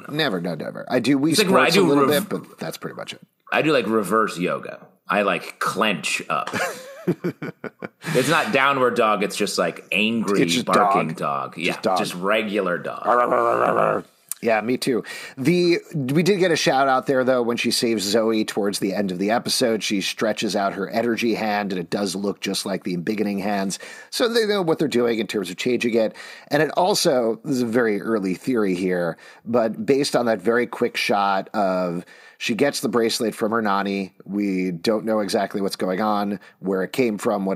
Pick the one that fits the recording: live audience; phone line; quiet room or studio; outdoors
quiet room or studio